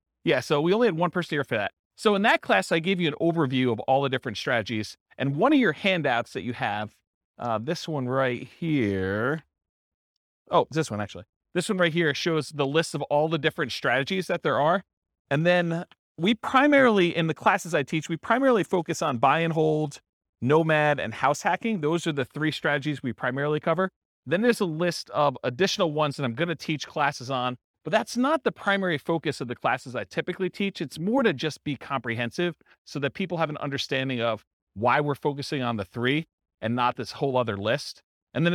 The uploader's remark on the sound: This was a live class recorded